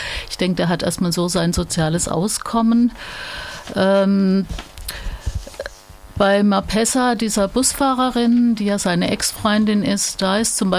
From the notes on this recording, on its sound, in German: Wir bitten die Tonqualität (surren) zu entschuldigen.